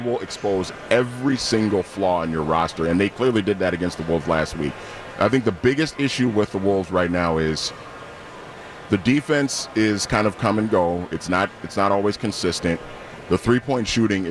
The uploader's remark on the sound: live from Radio Row all week